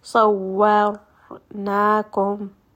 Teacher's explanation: So you can hear that wow is light, ra is heavy.